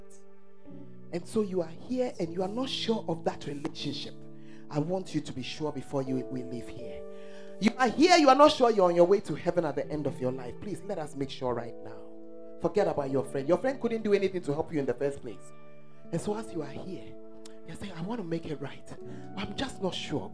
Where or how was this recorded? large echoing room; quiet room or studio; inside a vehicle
large echoing room